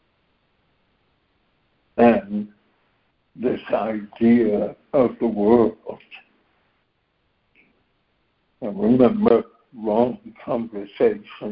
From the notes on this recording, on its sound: ACIM Daily Conference Call